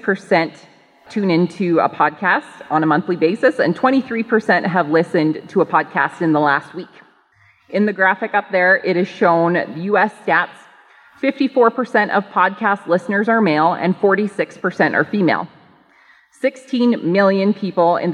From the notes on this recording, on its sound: LIVE Broadcast: Organic Alberta 2020 Conference. You'll be hearing a LIVE Broadcast from my recent presentation at the Organic Alberta 2020 Conference.